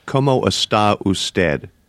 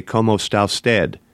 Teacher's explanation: they make essentially one word out of está usted. Essentially, you lose an entire syllable in the process · Shown in: second take · which makes everything go faster.